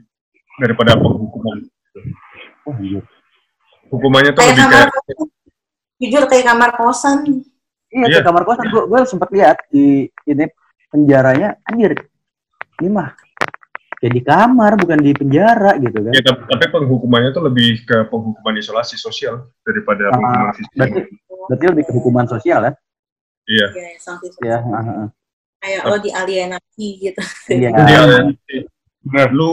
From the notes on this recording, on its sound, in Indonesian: Di episode ini kita ngerekam via zoom, jadi sorry ye kalo hasil audionya kurang bagus. Episode ini juga uncut.